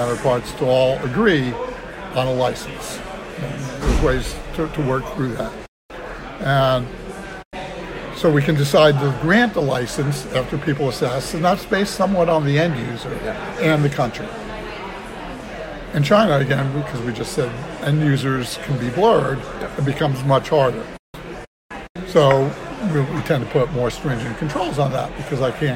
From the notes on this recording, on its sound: Live from RNDF22.